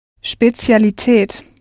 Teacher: your English sh sound, speciality, will turn into yet another ts sound written with a z